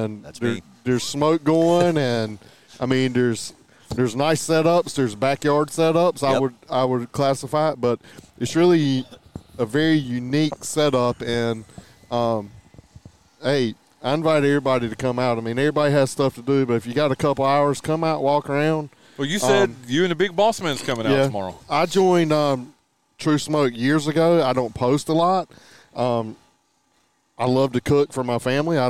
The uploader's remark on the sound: live from the fourth annual True Smoke BBQ Smoke-Out